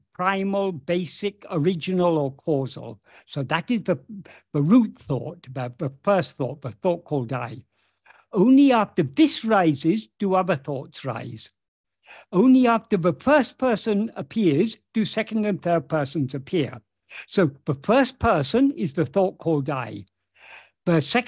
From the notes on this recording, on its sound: In a Zoom meeting with the Ramana Maharshi Foundation UK on 9th December 2023